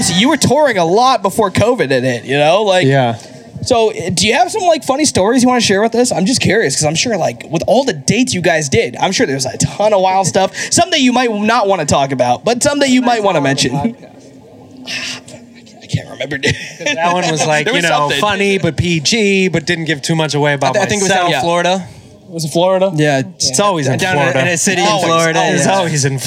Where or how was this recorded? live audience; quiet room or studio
live audience